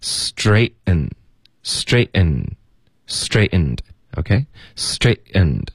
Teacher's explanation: 这里 ten 的音节我们就用喉音停顿把这个 t 的音给省了，所以不会发 straightened,而会发 straightened, OK, straightened,所以这个停顿呢是靠喉音停顿。Okay, I straightened out 跟的要连读。I straightened out your,我们弱读成 your.